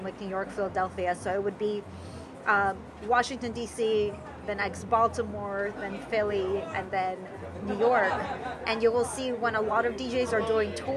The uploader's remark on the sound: Chats with 2 guests. Recorded live from a Le Selva (USA) event in San Antonio, Texas.